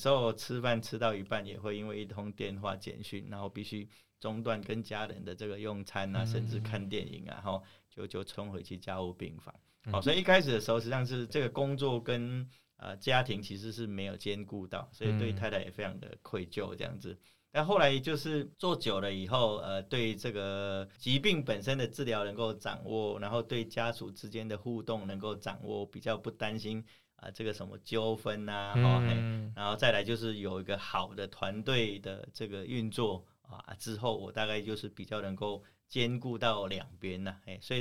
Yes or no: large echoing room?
no